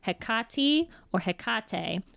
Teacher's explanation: the Greek pronunciation is either Hecate or Hecate with a stressed syllable in the center. The British pronunciation is either Hecate or Hecate with the stressed first syllable, very common in English.